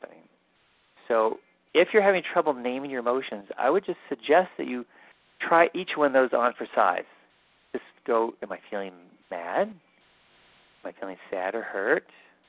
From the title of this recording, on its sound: Live Q&A Calls